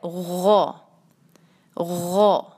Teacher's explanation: ہم نکالیں گے اس کو جہاں سے ہم خوا نکالتے ہیں اپنے حلق کے شروع سے، اور پھر آپ نے اس کو یاد رکھنا ہے کہ جو ہم غرارے کرتے ہیں اس پہ ہم ساتھ ایگزیکٹلی وہیں پانی کو روک رہے ہوتے ہیں اور ایسی ہی آواز نکال رہے ہوتے ہیں.